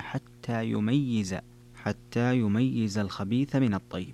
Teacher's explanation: قرأ حمزة والكسائي ويعقوب وخلف بتشديد الياء مع كسرها